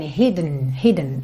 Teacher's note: Você não se preocupa em dizer hidden. Você pode até pensar em ir do D direto pro N.